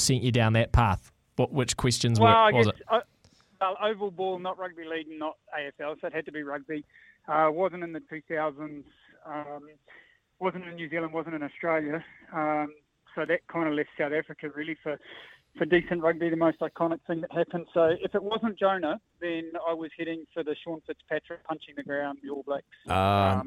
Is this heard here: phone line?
yes